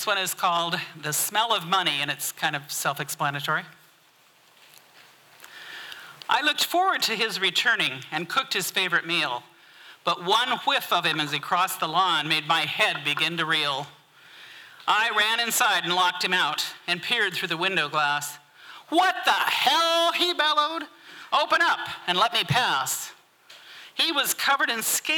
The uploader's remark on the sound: 2023 FPG-Ten Fifteen Theater-Saturday Night-First Set. This recording was made on Saturday, February 25th, 2023, at the Ten Fifteen Theater in Astoria, OR as part of the FisherPoetry Archive Project.